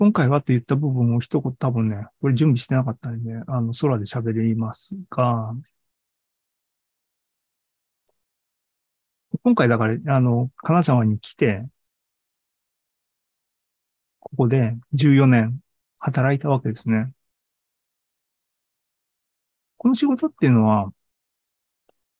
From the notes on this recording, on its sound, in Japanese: AI ポッドキャスト、シーズン４１は２０２３年５月３１日に開催した ZOOMライブの模様です。